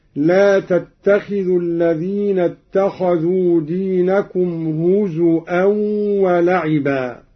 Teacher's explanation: قرأ قالون بهمز الواو هكذا: لا تتخذوا الذين اتخذوا دينكم هزؤا ولعبا.